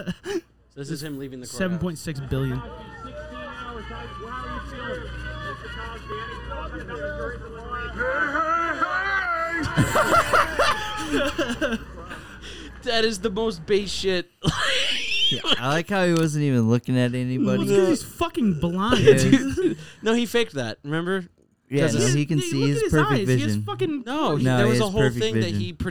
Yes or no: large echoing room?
no